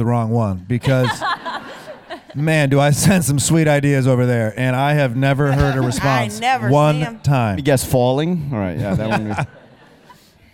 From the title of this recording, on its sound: The Daily Show Correspondents' 92nd Street Y Panel